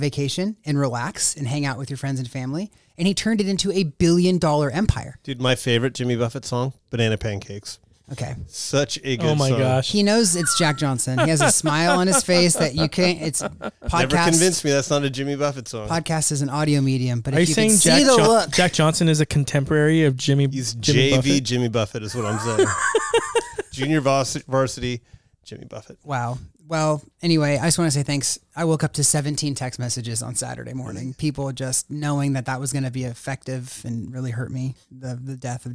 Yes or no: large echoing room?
no